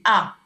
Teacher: l'antériorisation, fait d'avancer plus la voyelle, crée un timbre plus clair et les fréquences vont être plus aiguës. · Term: A antérieur